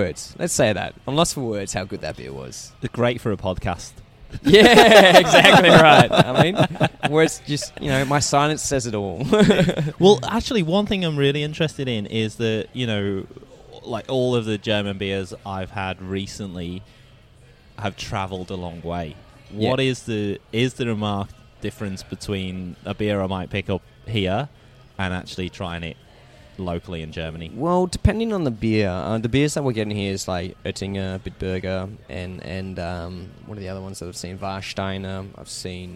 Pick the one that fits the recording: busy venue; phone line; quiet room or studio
busy venue